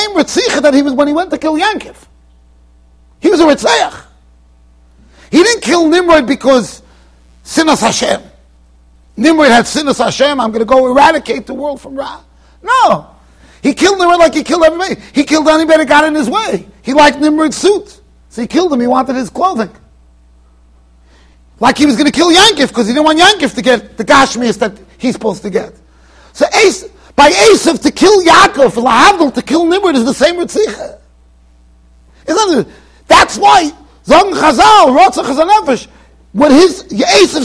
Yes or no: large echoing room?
yes